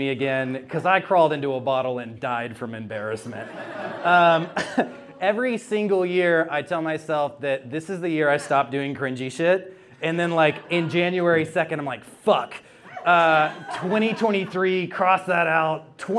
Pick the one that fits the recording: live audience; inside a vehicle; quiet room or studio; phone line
live audience